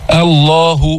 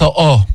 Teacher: لام لفظ الجلالة هنا مفخمة، بس ما في داعي تفخم الهمزة قبلها · Shown in: first take